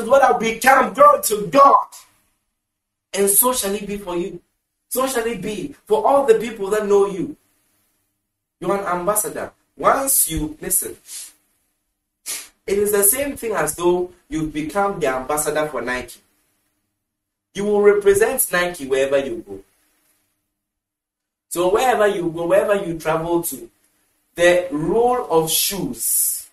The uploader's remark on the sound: Preached at the The Prophetic Encounter Service, Accra, Ghana.